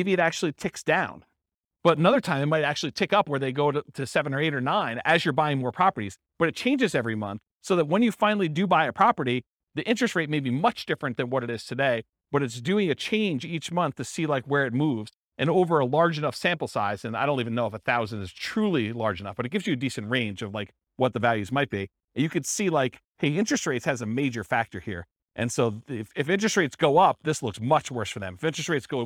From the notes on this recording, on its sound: This was a live class recorded